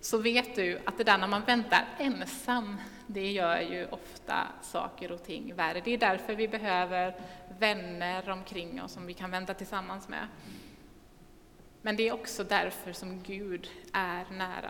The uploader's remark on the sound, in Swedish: Inspelning från Immanuelskyrkan Skövde.